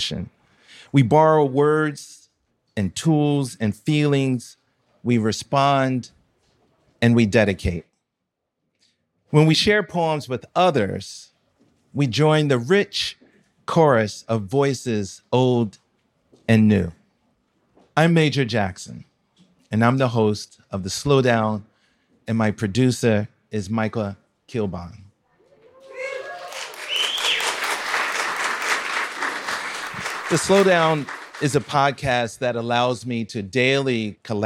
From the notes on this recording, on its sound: This episode was recorded live, in-person, at On Air Fest 2023.